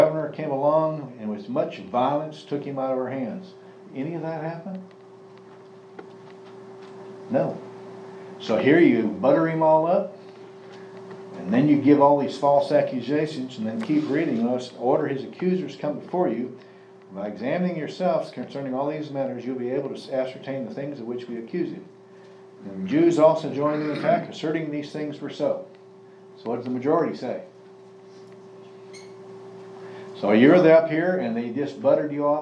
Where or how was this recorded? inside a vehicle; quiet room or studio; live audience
live audience